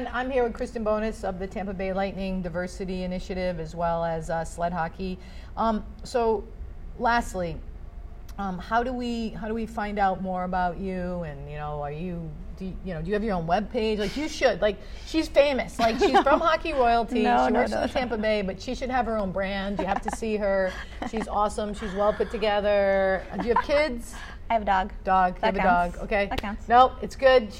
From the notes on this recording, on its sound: Live from AdventHealth Center Ice